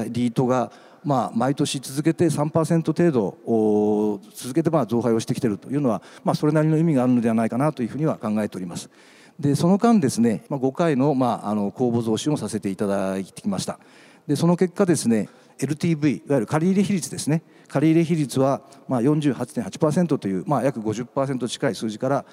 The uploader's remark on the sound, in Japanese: 東京証券取引所で開催した「J-REITファン2017」に登壇した